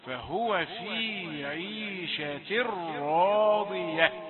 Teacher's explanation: أضغم التنوين في الراء من غير غنة